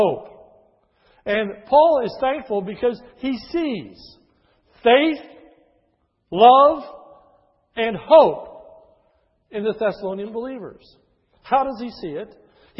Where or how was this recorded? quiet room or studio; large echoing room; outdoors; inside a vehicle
large echoing room